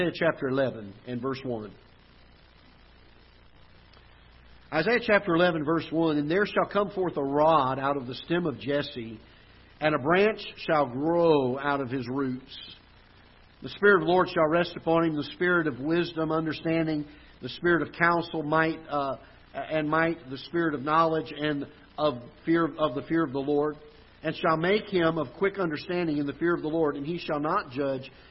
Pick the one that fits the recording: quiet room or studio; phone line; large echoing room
large echoing room